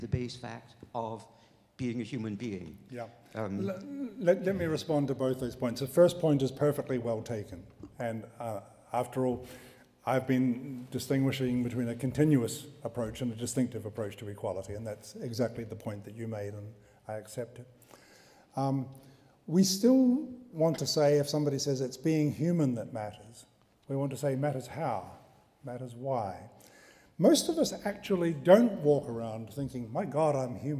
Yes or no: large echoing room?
yes